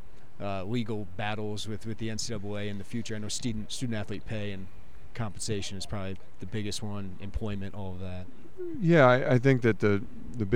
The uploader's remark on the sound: live from Big Ten Media Days